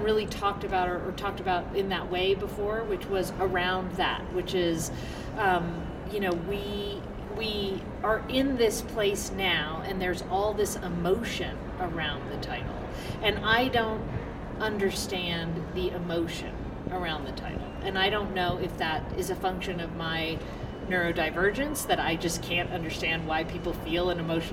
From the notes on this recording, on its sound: We recorded it LIVE with her at IVECCS in Denver last month! You'll hear some different sounds as we were literally in a hallway and a couple people stopped by the table to say "hi" not realizing we were recording!